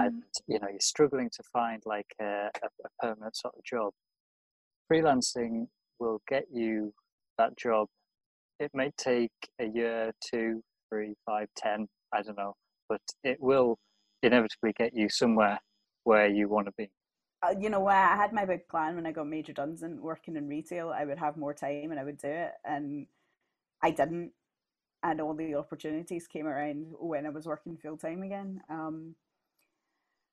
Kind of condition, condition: link, video call